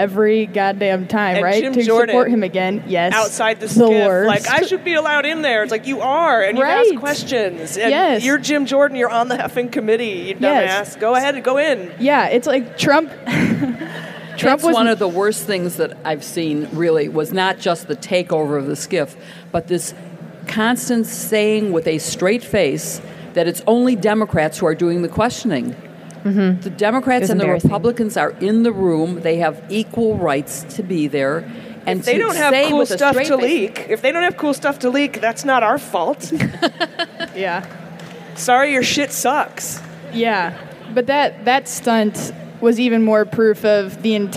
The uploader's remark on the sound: This week's episode is from our panel at Politicon in Nashville.